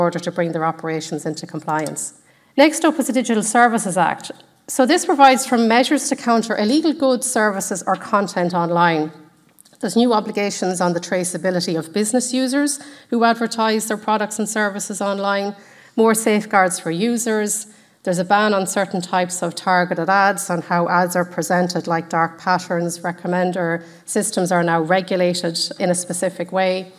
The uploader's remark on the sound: In this recording from our seminar on 18 May 2023